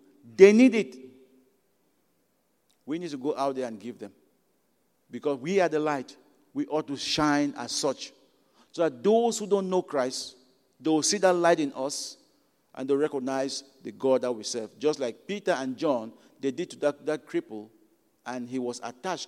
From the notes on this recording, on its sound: At Broadway Baptist Church, Lexington, Kentucky.